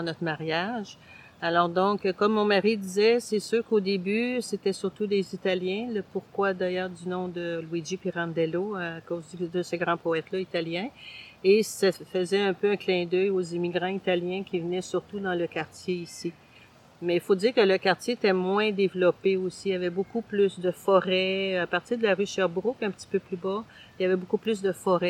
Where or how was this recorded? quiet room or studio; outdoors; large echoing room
outdoors